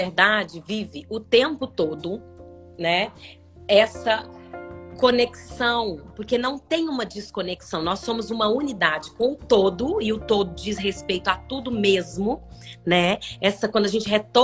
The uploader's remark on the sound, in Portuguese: Esse é um recorte de uma linda live que fiz